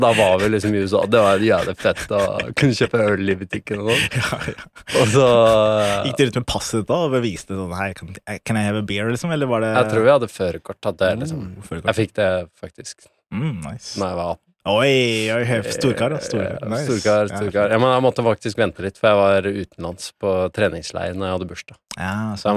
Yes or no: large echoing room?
no